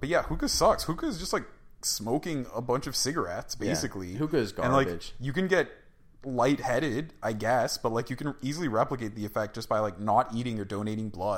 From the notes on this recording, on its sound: we are trying out new microphones, so if you hear an echo, it's definately not our fault.